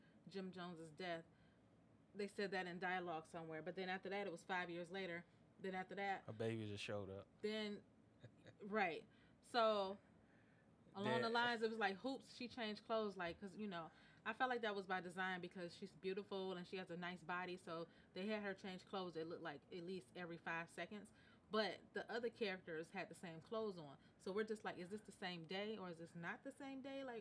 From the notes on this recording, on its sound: And, oh, the audio is low.